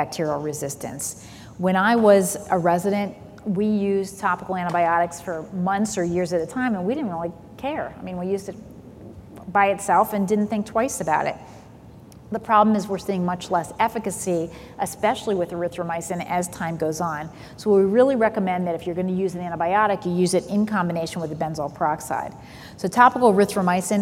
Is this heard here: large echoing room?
yes